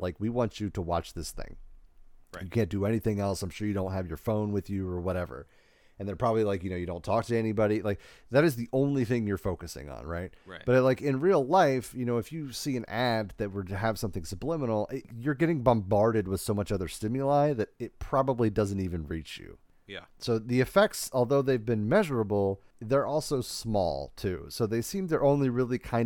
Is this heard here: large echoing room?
no